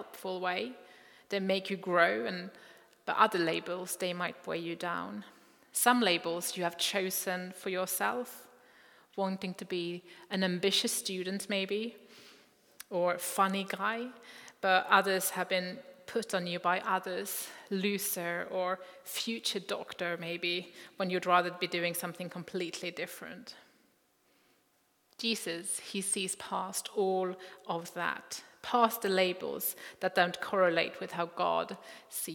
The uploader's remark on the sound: Recording from Immanuelskyrkan Skövde